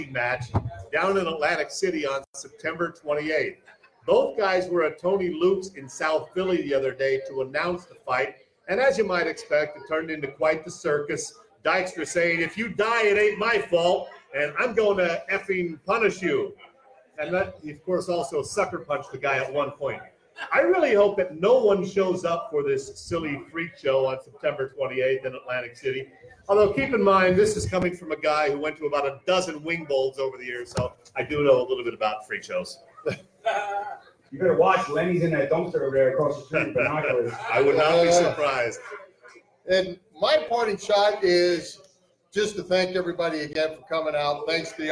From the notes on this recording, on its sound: Live at Irish Rover. Here's the audio from our second live-on-location Irish Rover show. Always fun to be out in public to see a bunch of our listeners in the flesh!